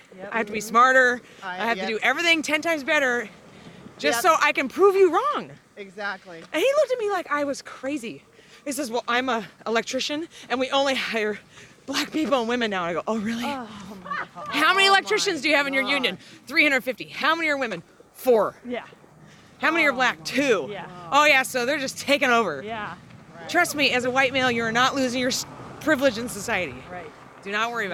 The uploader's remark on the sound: Recorded the entire episode on her smartphone and then edited hours of conversation on the phone. I was asked to come along for a trip to Talkeetna and record the conversation among a diverse group of women pilots. The first segment of the show was recorded on the walk to the Roadhouse in Talkeetna. The next segment of the show was recorded in the dining room of the Roadhouse.